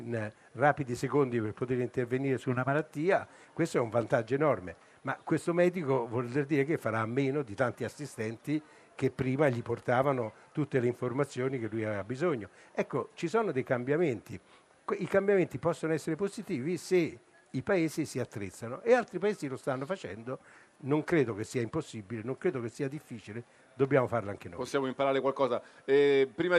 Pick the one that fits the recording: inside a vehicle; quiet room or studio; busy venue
busy venue